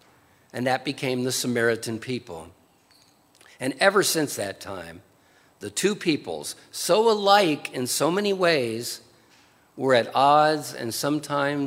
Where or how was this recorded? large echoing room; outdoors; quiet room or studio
large echoing room